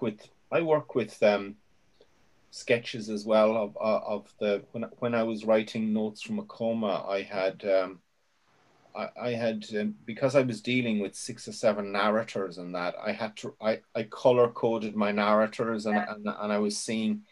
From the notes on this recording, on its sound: joined us for a Zoom workshop